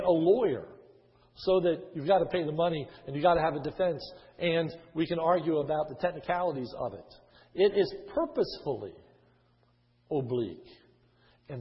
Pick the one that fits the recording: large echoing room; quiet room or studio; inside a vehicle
large echoing room